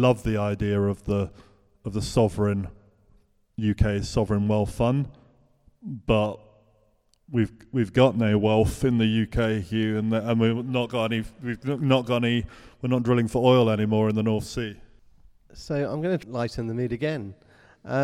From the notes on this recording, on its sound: This episode was recorded in front of a live audience at St Ethelburga's in the City of London.